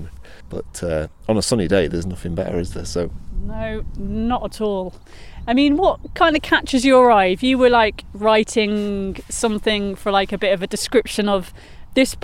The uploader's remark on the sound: Walking from The Peels Arms in Padfield to Peak Naze